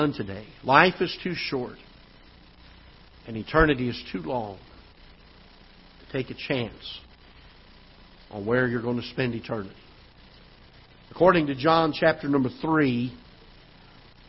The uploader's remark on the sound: Ketha Heights Baptist Church ~ Live Broadcast